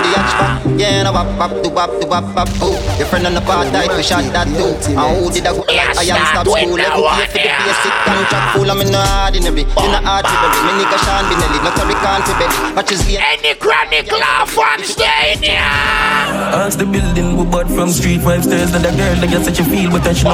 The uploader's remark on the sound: Live audio recording at Island Saturdays on Feb 24th.